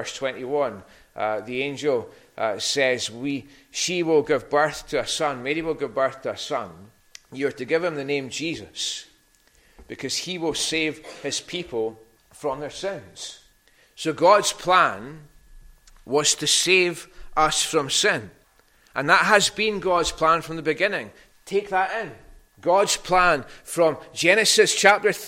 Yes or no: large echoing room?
yes